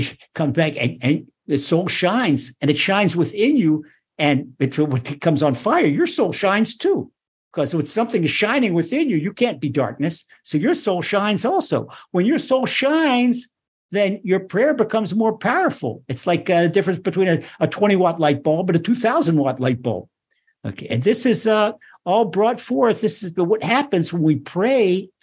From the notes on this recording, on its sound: Recorded via TORCHzoom